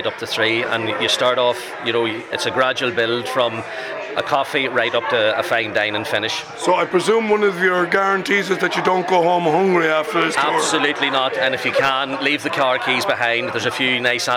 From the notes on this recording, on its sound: Joined on a walking tour.